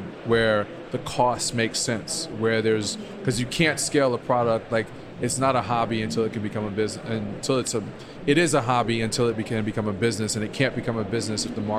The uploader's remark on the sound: On this episode of Spill & Dish, which was recorded at the Winter Fancy Food Show.